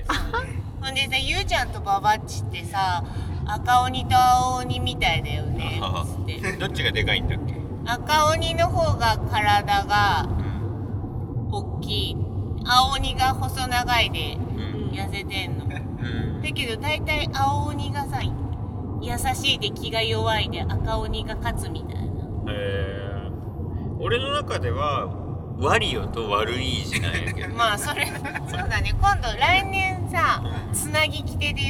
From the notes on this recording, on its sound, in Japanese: 2023年7月22〜23日に開催されたOMM LITE＆BIKE 2023に参加して、道中で収録してきました。会場の白馬村まで車で12時間。行きの車中、1日目の終了後、帰りの車中の3回にわけて収録しています。車中では雑音が多く、ノイズキャンセルしたらエコーかかったような音声になっています。